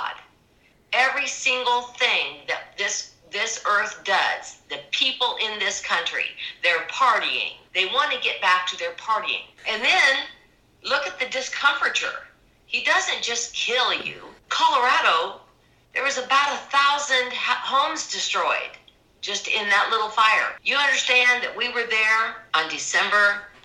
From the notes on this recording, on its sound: Just down the road from where I live here in Kansas. With covid restrictions still in effect. She agreed to a Skype interview. Sounds from Pixabay.